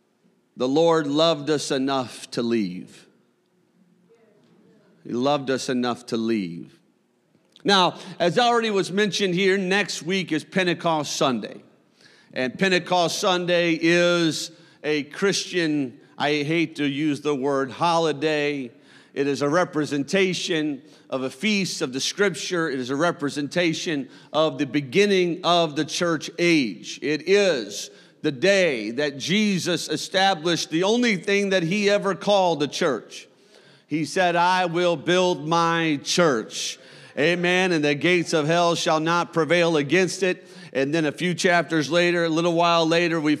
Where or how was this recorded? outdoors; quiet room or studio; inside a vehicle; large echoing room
large echoing room